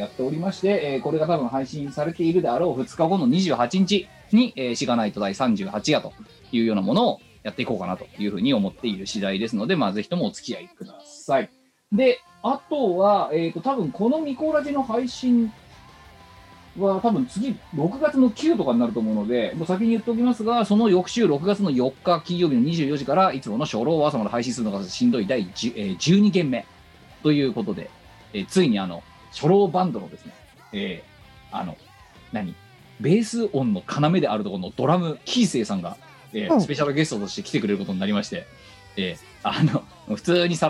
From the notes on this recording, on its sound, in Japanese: 本番組はリモート収録です。収録時環境の影響により、聴き取り辛い部分があります。